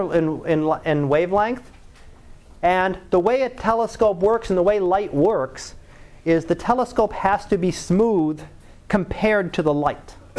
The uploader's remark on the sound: Live Class Lecture